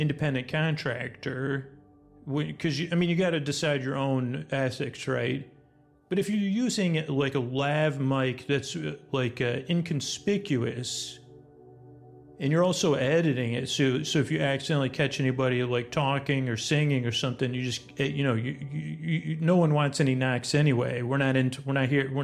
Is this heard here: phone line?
no